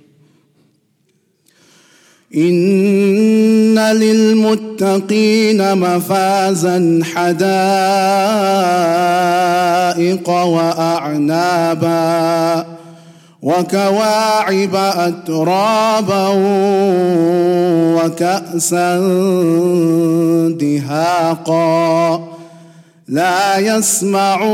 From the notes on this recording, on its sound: Jummah Programme at the Houghton Masjid (West Street)